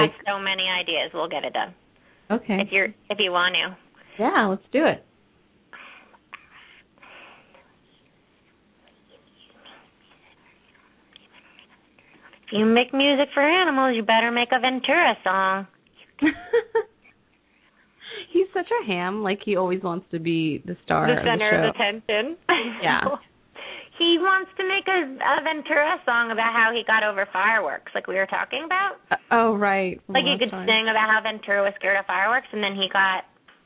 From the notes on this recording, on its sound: open up the lines for listeners to call